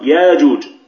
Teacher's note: أبدل قالون الهمز حرف مد من جنس حركة ما قبله ولكن من غير إدغام